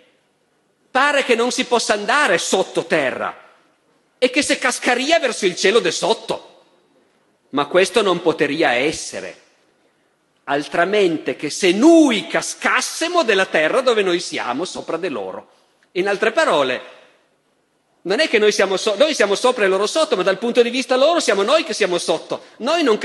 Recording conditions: live audience